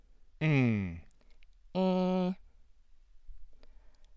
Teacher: A nasalized front close mid unrounded vowel